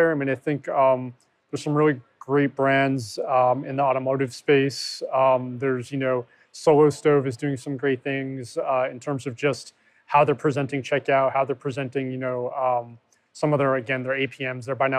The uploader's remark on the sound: a live chat at NRF 2020